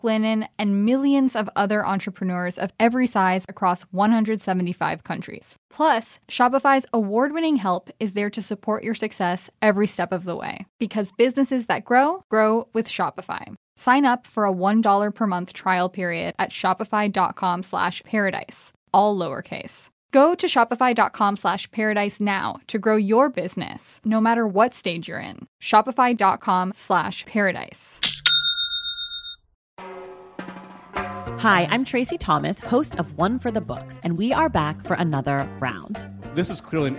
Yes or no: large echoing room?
no